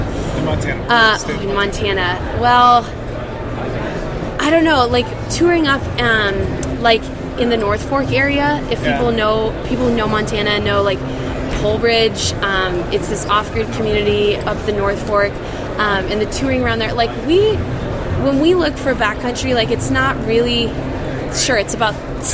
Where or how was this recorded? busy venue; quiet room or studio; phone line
busy venue